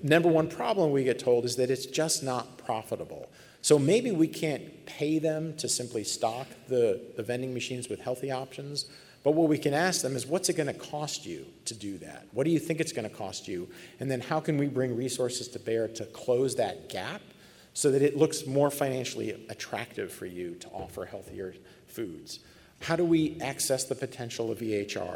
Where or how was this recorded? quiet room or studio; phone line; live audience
live audience